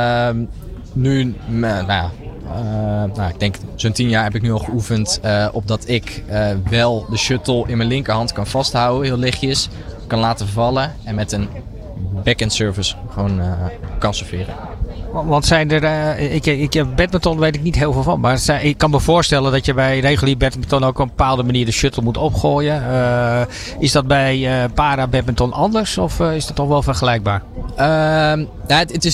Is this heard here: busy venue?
yes